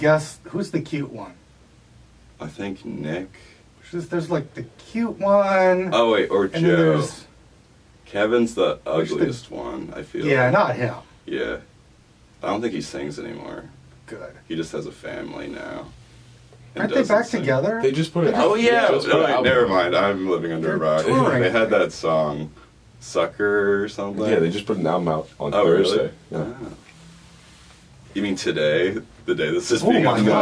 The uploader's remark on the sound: The Audio is pretty bad on this one, I apologize